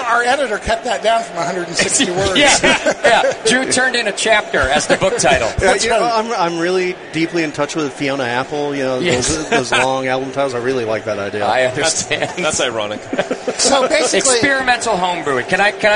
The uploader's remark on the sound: Live from NHC 2014